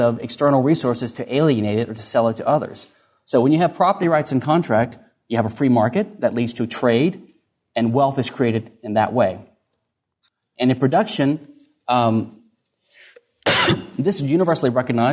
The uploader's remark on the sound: Recorded at Mises University 2011.